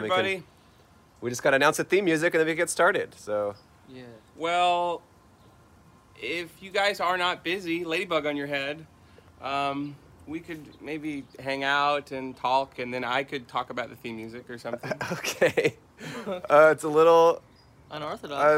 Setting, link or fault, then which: setting, outdoors